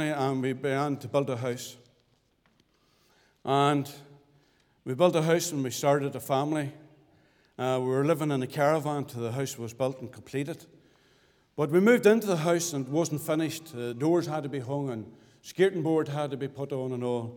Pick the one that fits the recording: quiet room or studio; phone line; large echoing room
large echoing room